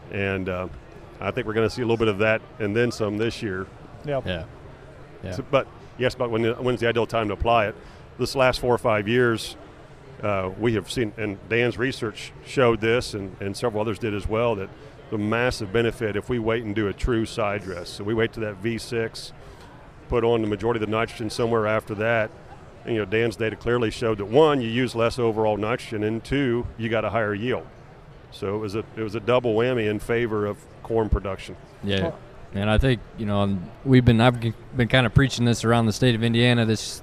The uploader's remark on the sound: From Commodity classic in New Orleans, the new Purdue Crop Chat podcast comes from the trade show floor.